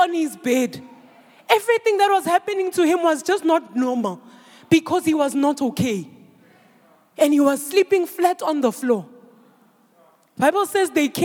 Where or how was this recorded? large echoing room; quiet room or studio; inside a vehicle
large echoing room